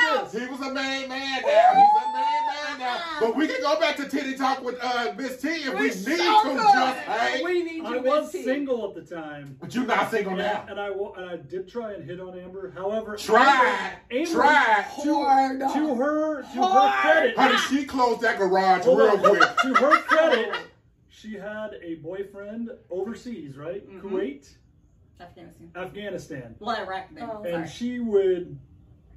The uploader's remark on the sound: Our apologies for the audio on this episode. We had some technical difficulties with the audio file and had to use a backup source for the audio.